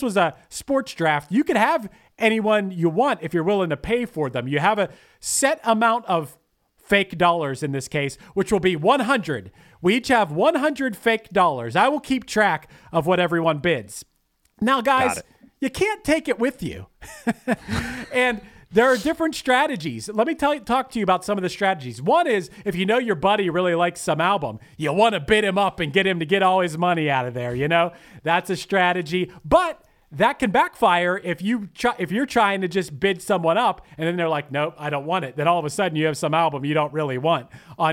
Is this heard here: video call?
no